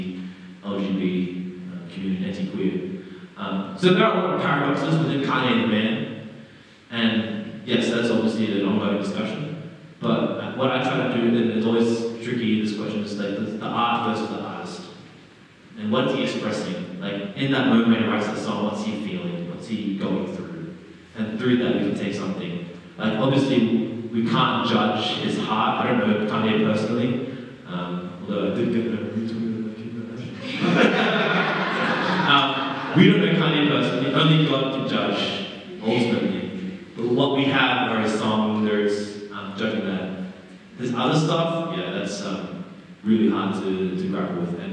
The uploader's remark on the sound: Terrible audio quality